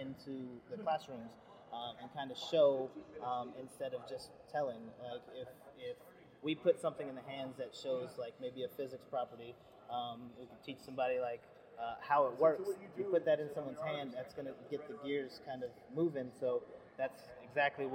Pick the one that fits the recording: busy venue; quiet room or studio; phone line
busy venue